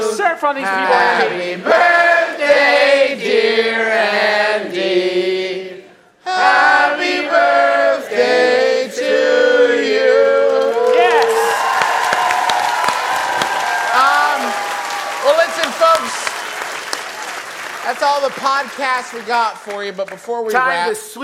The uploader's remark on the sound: Remembering How to Do Live Shows in Portland. Listen in to our nearly two-hour-long live show in beautiful Portland, Ore., which we performed after not doing a live show for over six months. It was also our first live show using lavalier mics, which led to a lot of what we in the comedy industry like to call "working the room."